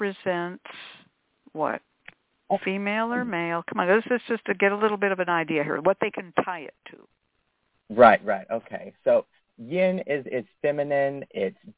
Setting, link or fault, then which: link, phone line